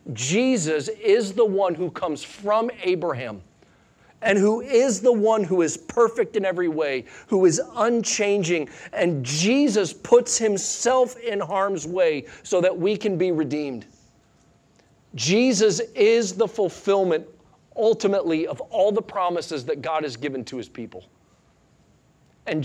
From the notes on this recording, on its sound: Sunday Morning Sermon Audio.